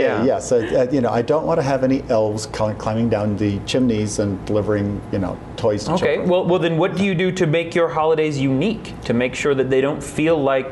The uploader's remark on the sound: This 'cast was recorded at Superstars Writing Seminars